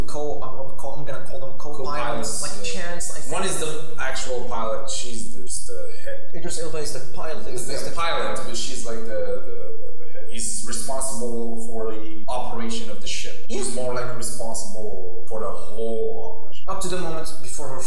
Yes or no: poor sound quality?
yes